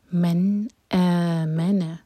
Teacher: اظہار کا مطلب ہے کہ ہم نون کی آواز کو کلیئر پڑھیں گے، نہ ہی چھپائیں گے اور نہ ہی ہولڈ کریں گے